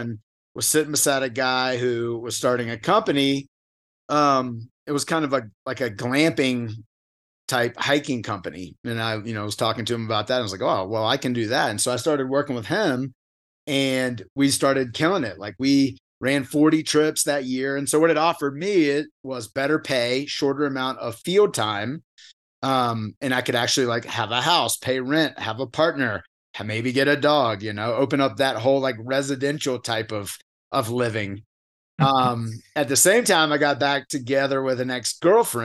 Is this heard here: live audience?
no